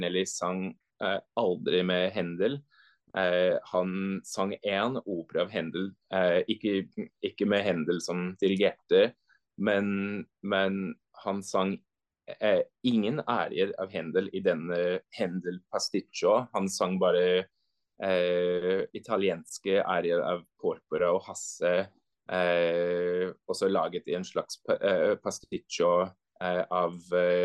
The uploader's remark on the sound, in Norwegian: Vi sitter ikke på samme sted, men vi snakker sammen på Zoom – jeg i Oslo og han i Zürich.